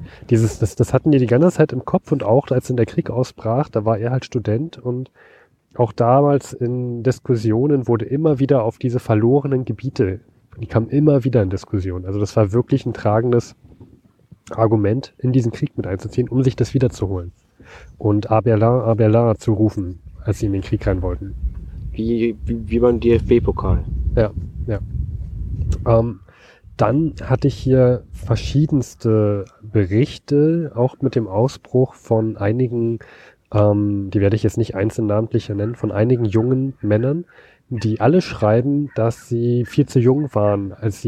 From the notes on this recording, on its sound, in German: Wir verlassen unser Domizil und wagen uns in die Natur, um aufzunehmen. Wind, Flugzeuge und Hubschrauber wollten unbedingt auf der Aufnahme dabei sein.